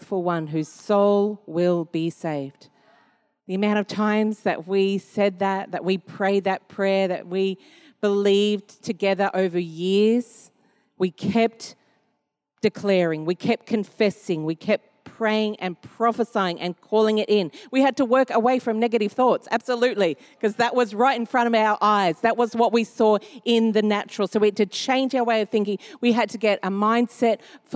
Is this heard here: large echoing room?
yes